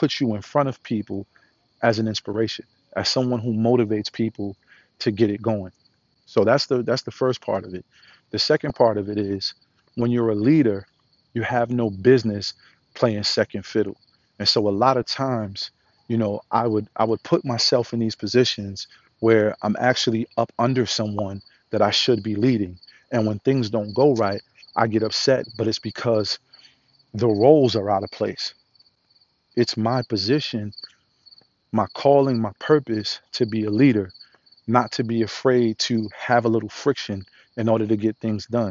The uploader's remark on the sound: Walk & Talk